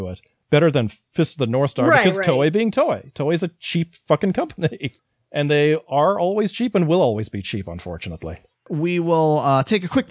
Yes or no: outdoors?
no